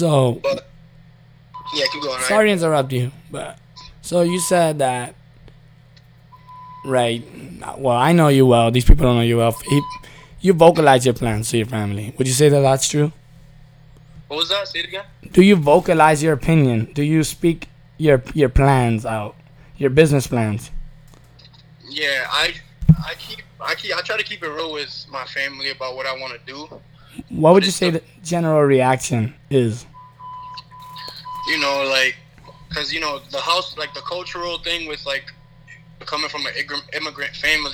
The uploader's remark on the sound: Phone call